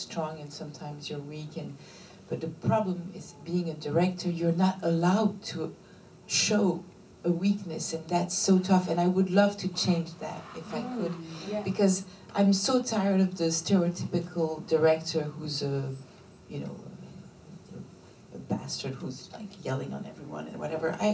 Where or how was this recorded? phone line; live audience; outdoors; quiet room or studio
live audience